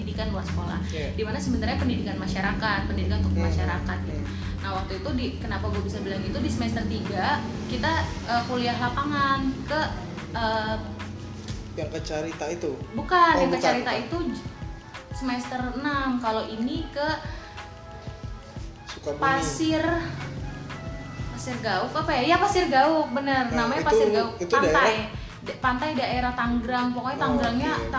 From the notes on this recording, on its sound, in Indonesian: maaf jika masih banyak noise